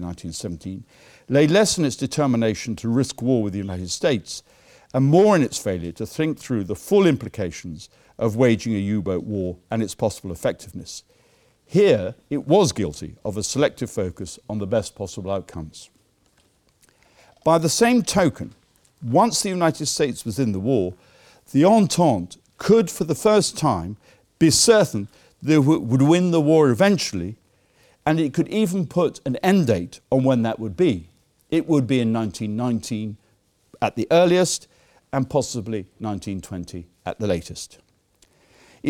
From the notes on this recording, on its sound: Keynote lecture given at the War Time 2016 conference